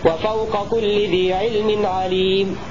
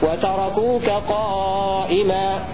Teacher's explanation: فيجب الإظهار في هذا لأن قبل الكاف ساكن وقبل القاف ساكن